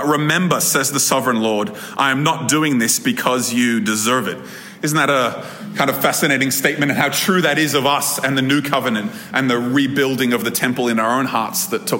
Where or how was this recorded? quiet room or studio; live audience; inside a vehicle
live audience